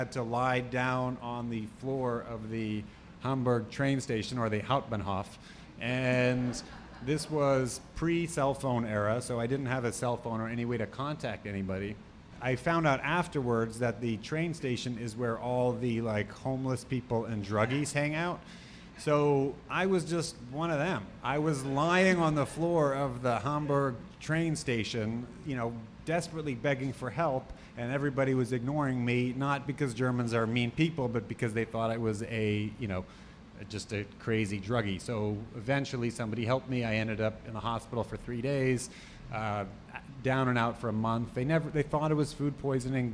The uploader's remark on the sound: Ask Roulette is a conversation series in which strangers ask each other questions on stage. This excerpt is from our May event at Housing Works Bookstore in New York City.